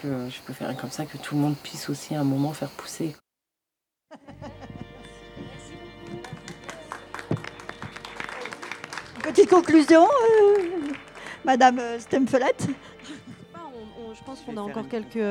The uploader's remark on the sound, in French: Résonances a pris la rue et y a planté ses micros, pour une émission de radio éphémère dans le cadre des premières Journées du matrimoine à Villefranche-de-Conflent. L'audience rassemblée.